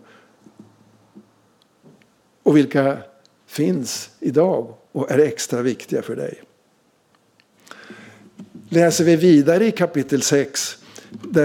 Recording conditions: large echoing room